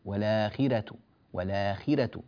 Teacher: فالراء مفتوحة ولكنها ترقق لأن قبلها مكسور